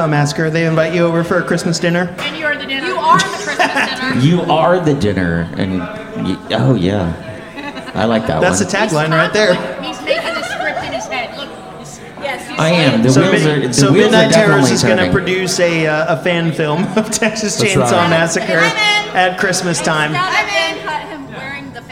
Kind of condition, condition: setting, live audience